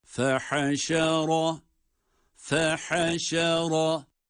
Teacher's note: Ra hariç diğerleri ince, ra kalın